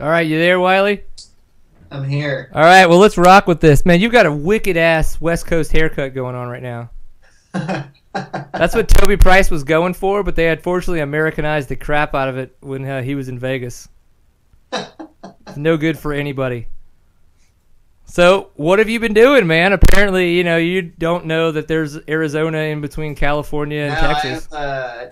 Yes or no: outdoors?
no